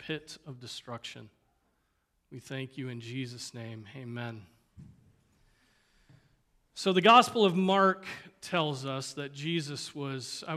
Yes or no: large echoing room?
yes